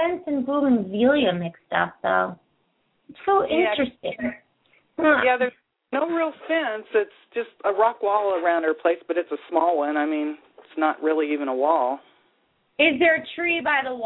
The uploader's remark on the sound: open up the lines for listeners to call